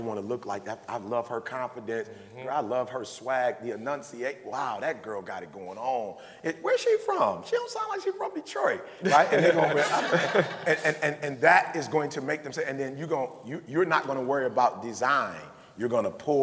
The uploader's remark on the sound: Recorded their first live podcast in front of an audience last week. Live Q&A.